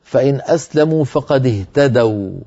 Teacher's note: وكان آخر نطقنا واو ساكنة مفتوح ما قبلها، يعني حرف لين